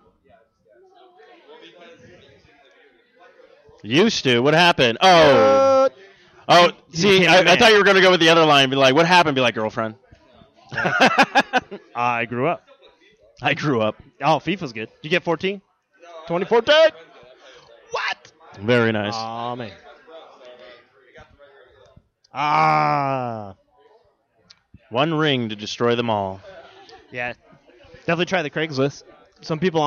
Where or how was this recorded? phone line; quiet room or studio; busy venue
busy venue